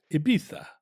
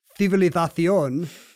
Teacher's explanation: to distinguish between S and C or Z in many parts of Spain, they put a little tongue accent on it. They put a little tongue on it.